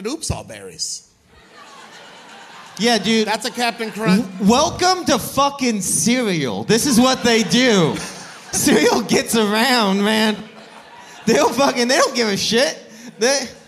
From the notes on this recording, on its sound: Live and Hungover at Bridgetown. It's the first live All Fantasy Everything. It IS live as hell.